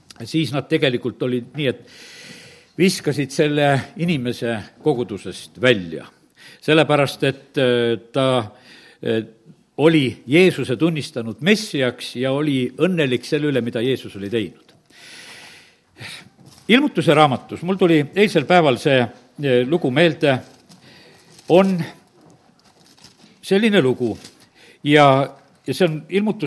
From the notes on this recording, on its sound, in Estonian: Audio salvestus koosolekult